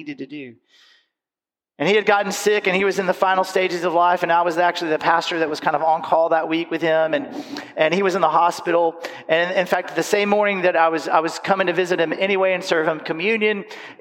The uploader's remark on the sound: recorded live Sunday at Covenant